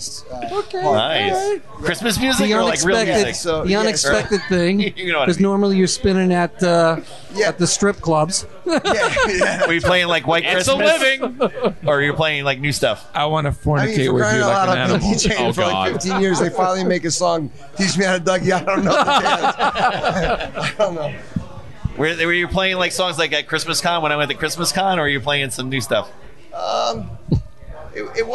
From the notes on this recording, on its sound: podcasts live from Maloney's Pub in Matawan NJ